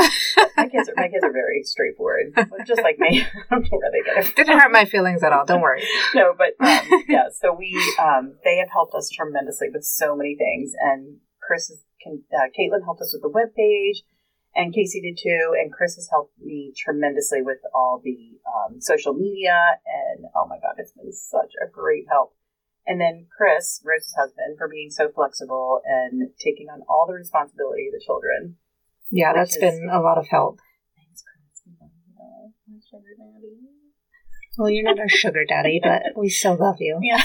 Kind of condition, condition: fault, poor sound quality